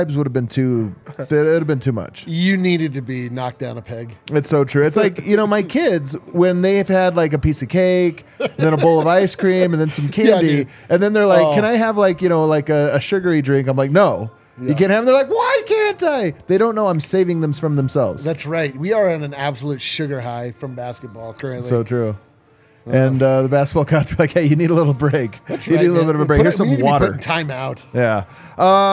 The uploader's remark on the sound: Come to you LIVE from the DNVR Bar to break it all down.